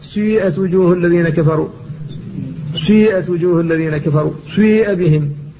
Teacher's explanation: فإنما ينطق بالسين مكسورة ممدودة بالياء، والياء مشمة بشيء من صوت الواو، فيقال سيئت وجوه الذين كفروا، سيئت وجوه الذين كفروا، سيئ بهم. فالسين مكسورة على كل حال، والياء التي بعدها هي المشمومة بصوت الواو · Term: الإشمام